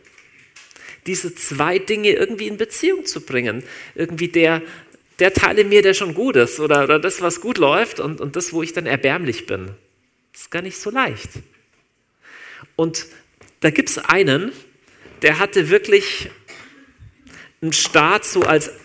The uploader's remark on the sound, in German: Live aus Winterthur der Dienstagsgottesdienst